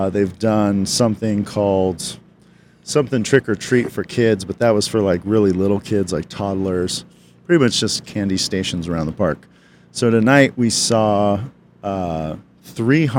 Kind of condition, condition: setting, busy venue